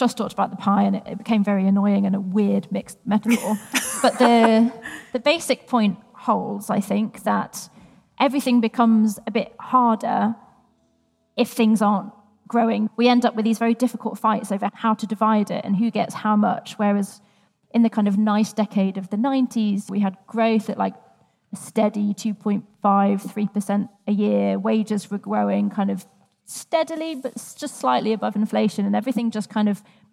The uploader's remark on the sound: Recorded in front of a live audience at the Bristol Economics Festival. The audience pitches in with questions.